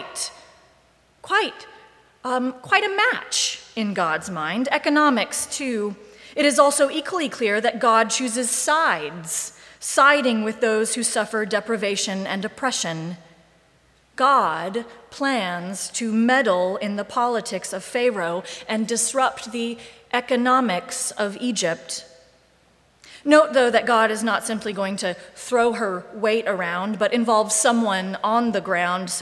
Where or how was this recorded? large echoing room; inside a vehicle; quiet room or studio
large echoing room